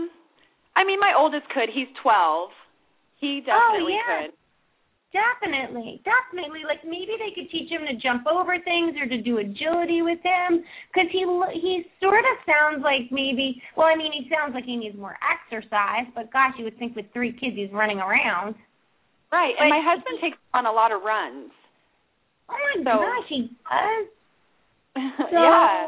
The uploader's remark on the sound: open up the lines for listeners to call